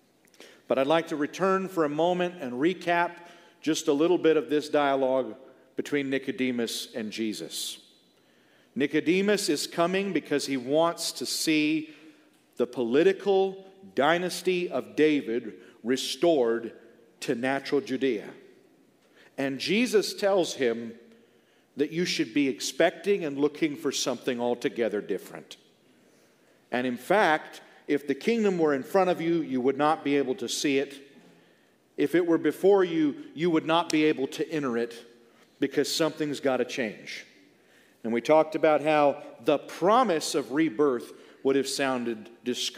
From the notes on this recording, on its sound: a message that was ministered at the 2022 Exodus Conference